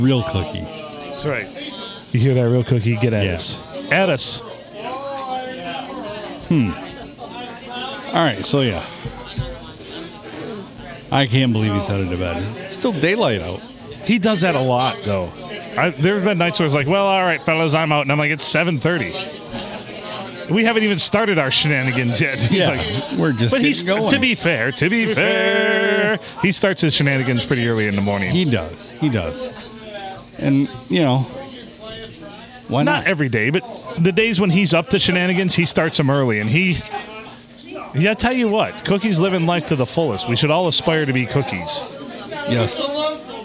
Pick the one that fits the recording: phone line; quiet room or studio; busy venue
busy venue